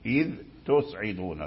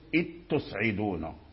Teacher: لو قلت إذ تصعدون فالذال، النطق اللساني من الذال ورجع إلى التاء، فهذا إظهار · Shown in: first take